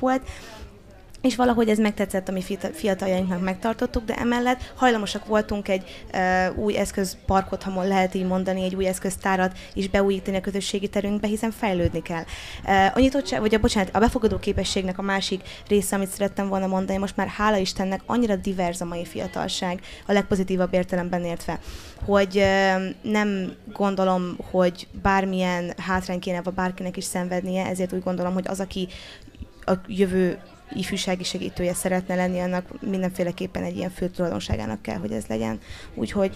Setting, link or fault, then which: setting, busy venue